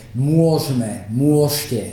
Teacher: používate tvary, kde vám vypadne éčko pri modálnom slovese, že môžeme, môžte, namiesto môžeme, lebo je však môžem a